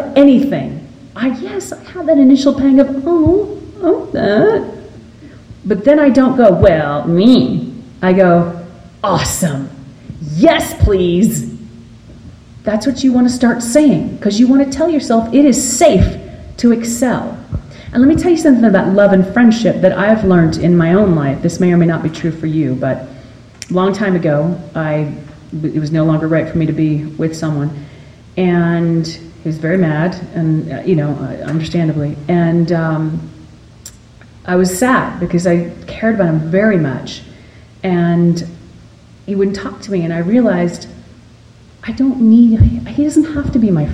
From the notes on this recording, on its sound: Live from Salt Lake City. Talks to fans live from Salt Lake!